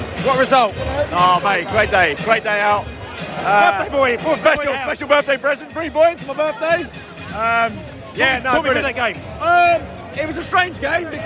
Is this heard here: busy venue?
yes